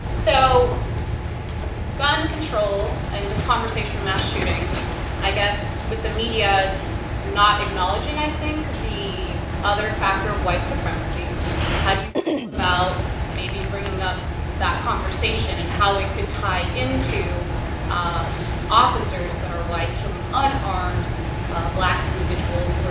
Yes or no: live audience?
yes